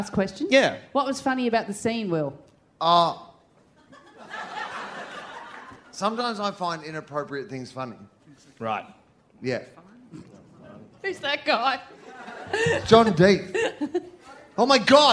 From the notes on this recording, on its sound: from the 2017 Sydney Just For Laughs Festival